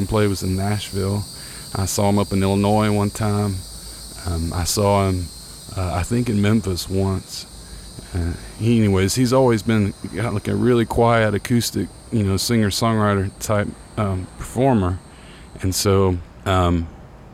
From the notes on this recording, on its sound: I recorded this first episode out on the deck of my loft studio, so there are some really nice ambient neighborhood sounds happening. I also played some piano and mixed it in underneath everything.